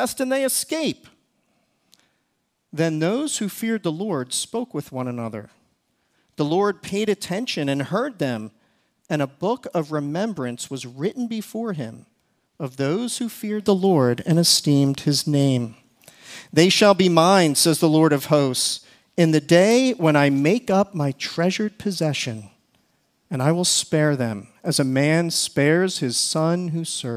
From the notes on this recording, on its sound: Recorded service from February 18, 2024.